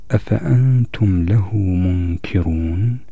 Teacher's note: النون في أفأنتم أخفيت لوجود حرف التاء الذي بعدها وهو من حروف الإخفاء.